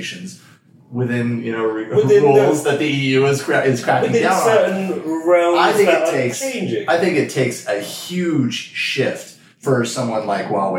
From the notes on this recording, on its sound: Recorded on day 2 at Google I/O 2019. Sound checks and all!